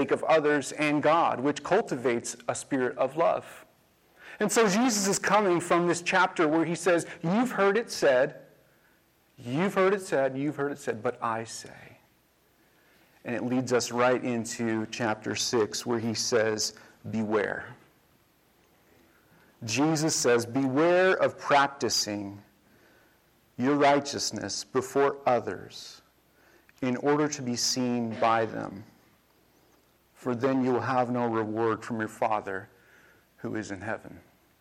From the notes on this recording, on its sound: This message was recorded on April 16, 2023, at View Ridge Middle School in Ridgefield, Wa.